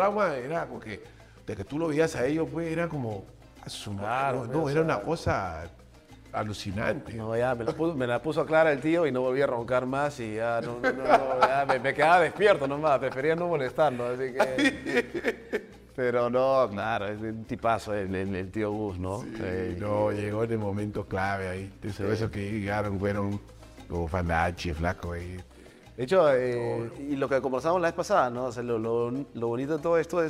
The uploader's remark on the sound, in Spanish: pasó por el restaurante Cuto 16